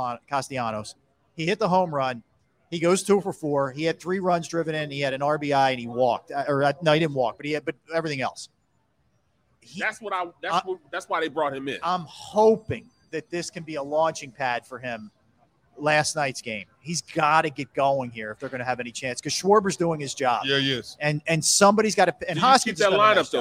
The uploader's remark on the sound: Philadelphia: Live From Ocean Casino Resort for the Grand Opening of The Gallery!